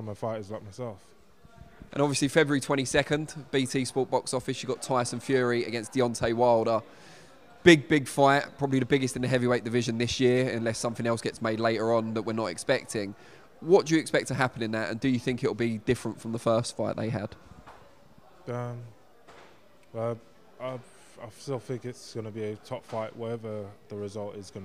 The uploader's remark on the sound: FULL PRESS CONFERENCE | Los Angeles.